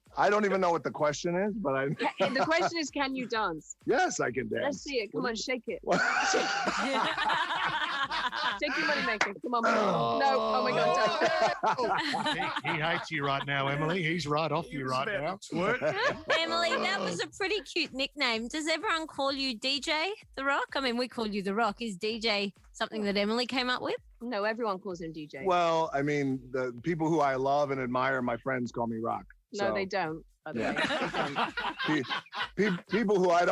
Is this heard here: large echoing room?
no